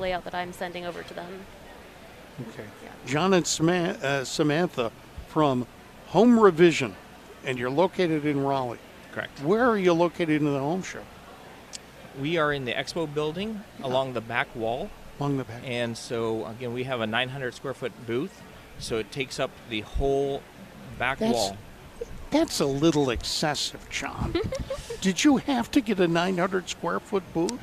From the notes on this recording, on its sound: Live from the "Southern Ideal Home Show"